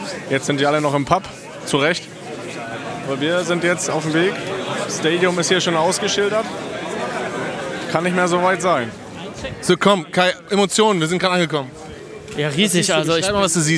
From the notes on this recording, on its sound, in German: Ins Herzen Englands nach London zum Rückspiel des Champions League Viertelfinals gegen den Chelsea FC. Auch wenn die zwei Sound-Nasen des Teams fehlen. Auf dem Weg zum Stadion und bekommen dabei sogar unverhoffte Unterstützung. Eine amtliche Sightseeing-Tour samt Pub, Wachwechsel und Big Ben.